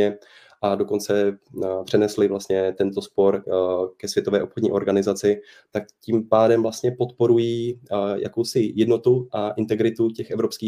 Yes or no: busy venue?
no